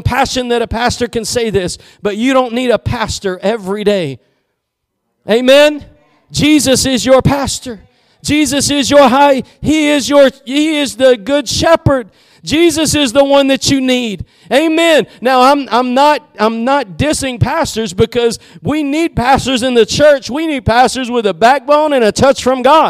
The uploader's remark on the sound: Preached at Gospel Lighthouse in Bossier City, La.